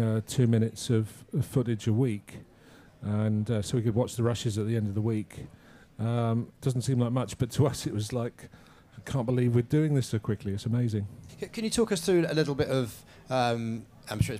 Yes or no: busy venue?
yes